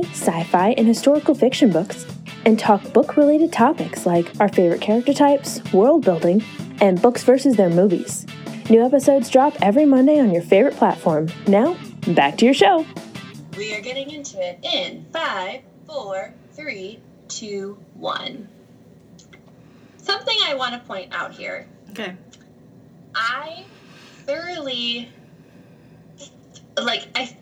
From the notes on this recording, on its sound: Is in the process of moving so please excuse the sound quality.